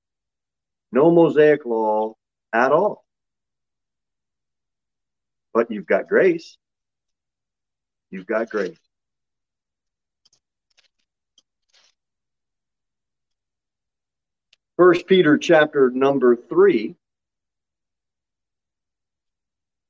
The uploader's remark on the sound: Sermon delivered at Pilgrim Baptist Church on Thursday, March 16, 2023, at 6:15 pm. Jere Whitson Rd.